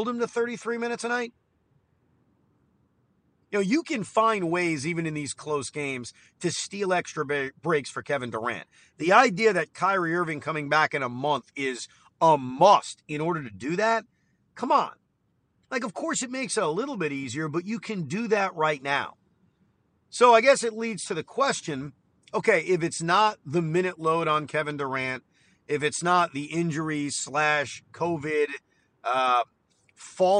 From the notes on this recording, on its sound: While driving back from the studio